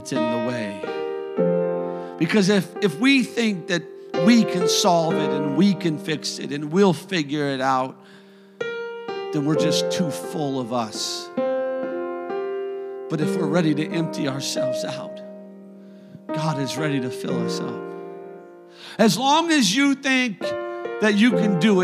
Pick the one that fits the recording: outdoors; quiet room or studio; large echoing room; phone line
large echoing room